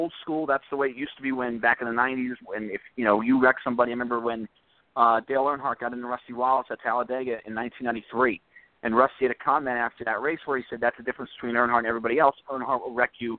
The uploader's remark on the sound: take your phone calls